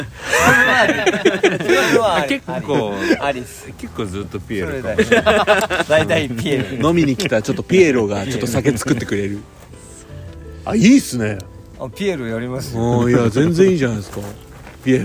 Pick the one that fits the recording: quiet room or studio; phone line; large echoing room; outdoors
outdoors